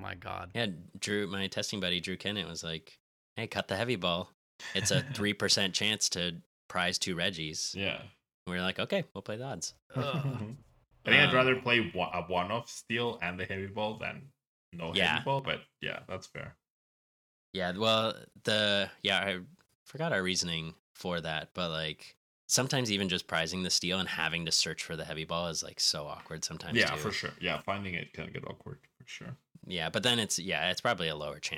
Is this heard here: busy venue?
no